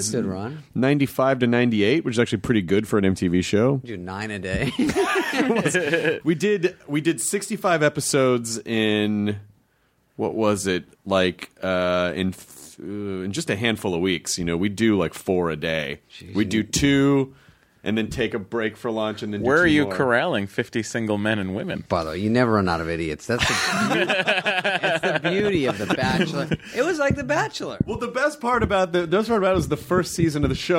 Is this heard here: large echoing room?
no